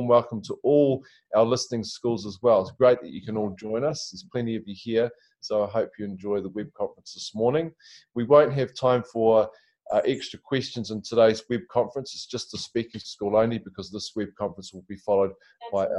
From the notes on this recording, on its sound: LEARNZ web conference